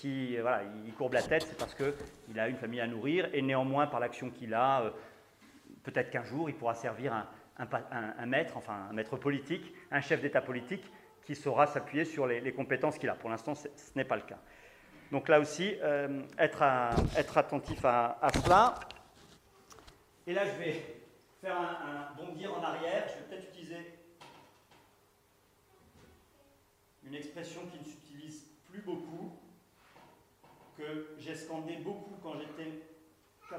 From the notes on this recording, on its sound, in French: Conférence donnée à Academia Christiana lors du colloque "l'identité contre la nouvelle tour de Babel" en aout 2016 à Sées - Normandie.